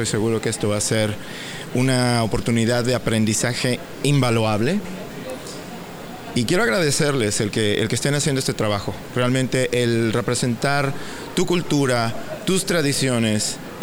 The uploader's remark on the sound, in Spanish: Una conversación grabada tras bastidores, previa a su presentación en New City Brewery in Easthampton, MA.